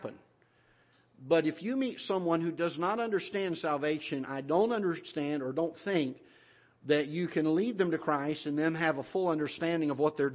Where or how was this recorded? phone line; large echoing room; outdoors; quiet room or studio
large echoing room